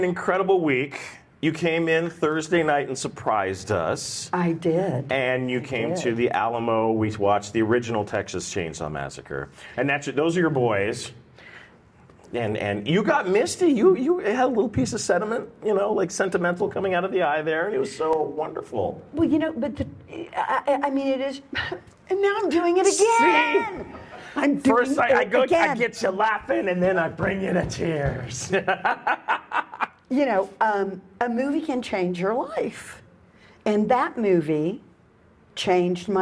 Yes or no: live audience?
yes